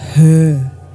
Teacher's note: The r in her is silent, of course. All we need is the schwa.